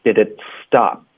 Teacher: Stop 结尾的 p 音嘴唇合上，导致停顿